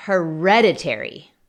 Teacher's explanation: La sílaba tónica es la segunda.